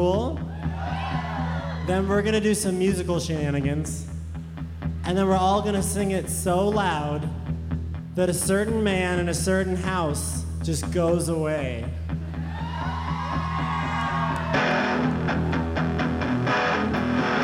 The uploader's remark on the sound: Live In Concert, SXSW 2017. The band's set at Stubb's BBQ in Austin, Texas, recorded live for NPR Music.